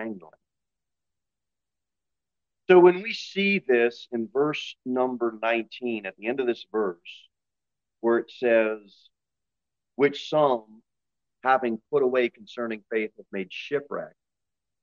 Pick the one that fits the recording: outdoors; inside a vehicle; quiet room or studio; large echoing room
large echoing room